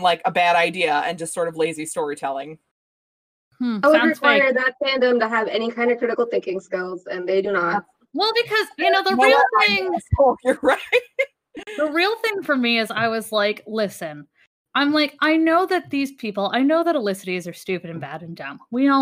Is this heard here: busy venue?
no